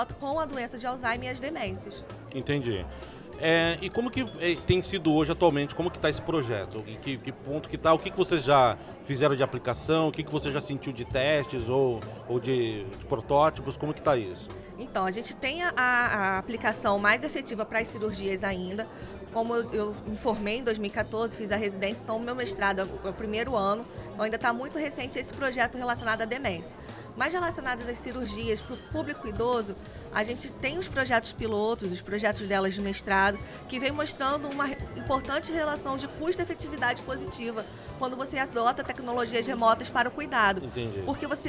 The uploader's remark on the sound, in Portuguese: Como gravamos em meio a multidão tem alguns ruidos de fundo , mas nada que comprometa o bate papo .